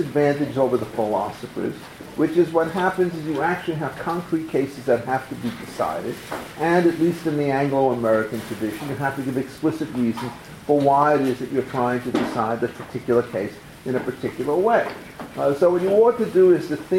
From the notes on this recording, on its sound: Recorded April 22, 2015, as part of the Chicago’s Best Ideas lecture series.